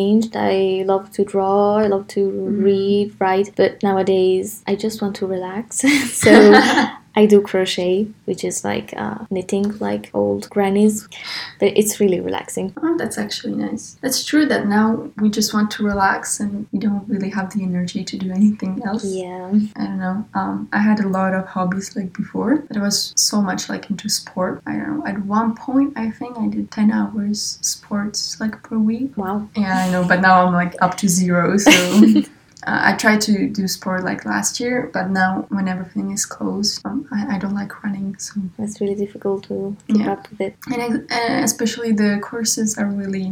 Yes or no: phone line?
no